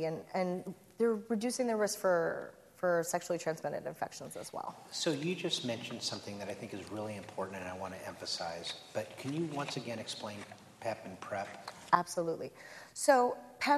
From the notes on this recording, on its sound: At a recent live event recorded in Chicago